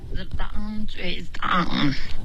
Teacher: 我现在还能听见 dang ang 的音，这是一个后鼻音